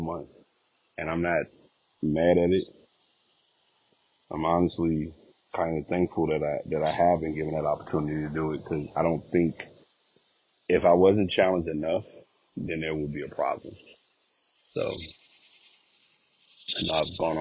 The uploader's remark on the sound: Walking Recording